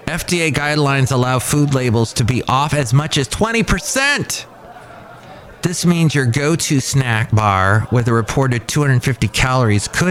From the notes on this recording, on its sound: podcasts live from Café Anyway